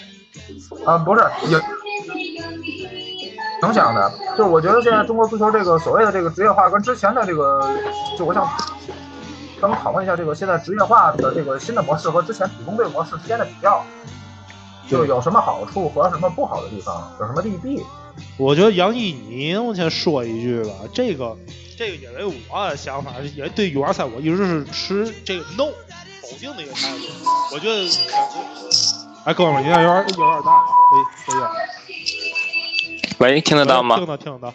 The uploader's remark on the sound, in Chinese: 由于是远程通话录制，里面有些杂音和不相关的声音敬请谅解。